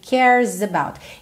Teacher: O E do cares não é pronunciado. Então, você vai dar ali uma enrolada do R, cares, pro S direto